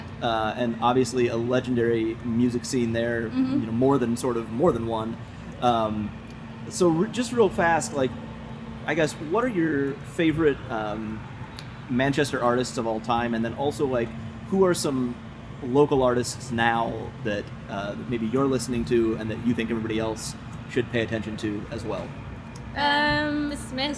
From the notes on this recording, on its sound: backstage at Lollapalooza